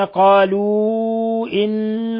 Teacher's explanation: مد منفصل يمد من 4 إلى 5 حركات ثم نون مشددة إن الله تغن مقدار حركتين.